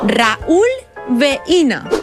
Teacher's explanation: En el diftong decreixent I-U, la dièresi significa que tenim un iat i que, per tant, es llegien en síl·labes diferents. Raül, veïna.